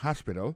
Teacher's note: accent tombe sur le premier syllabe là, il y a trois syllabes